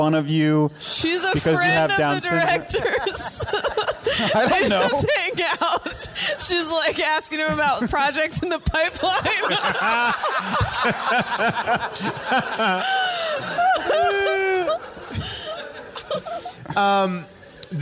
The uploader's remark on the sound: Recorded LIVE at Largo in Los Angeles